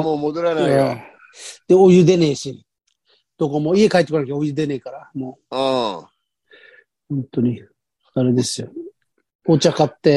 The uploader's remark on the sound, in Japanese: ZOOMで収録